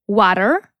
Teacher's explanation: Flap T to dźwięk, który słyszysz zamiast T w wyrazie water po amerykańsku water i flap znaczy machać, trzepotać, w tym wypadku językiem.